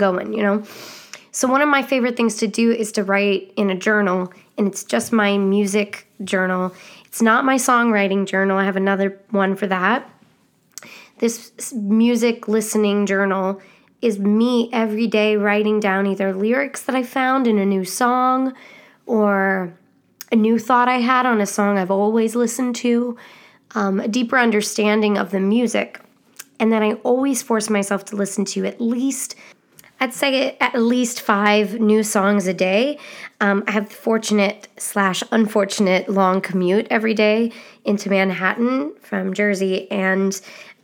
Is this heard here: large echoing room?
no